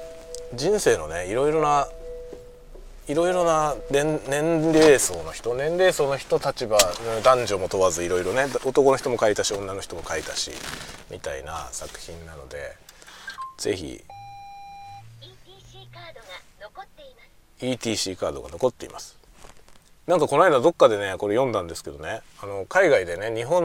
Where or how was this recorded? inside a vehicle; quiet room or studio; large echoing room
inside a vehicle